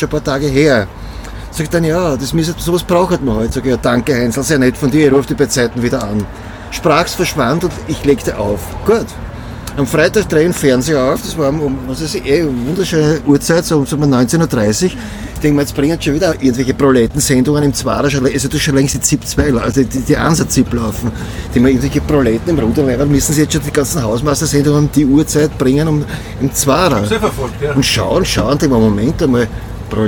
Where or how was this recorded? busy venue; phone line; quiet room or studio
busy venue